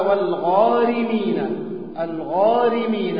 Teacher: الراء مرققة لأنها مكسورة